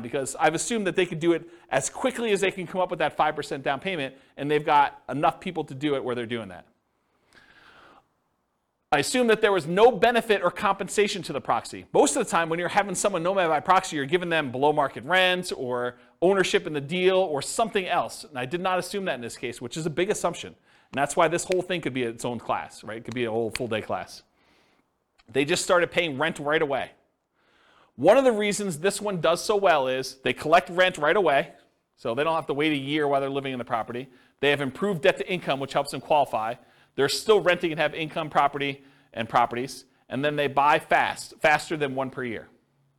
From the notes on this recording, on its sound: This was a live class recorded